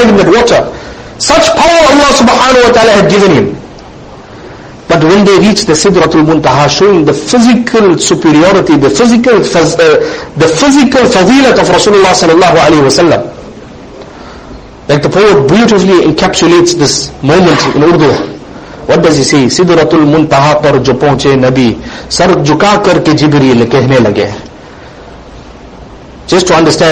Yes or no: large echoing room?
yes